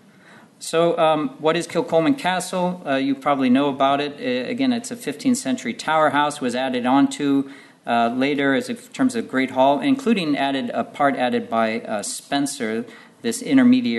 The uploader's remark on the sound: at the 2022 Tudor and Stuart Ireland Conference